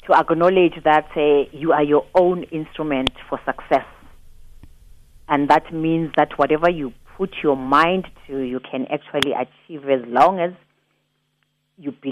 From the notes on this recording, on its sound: Guest (Phone)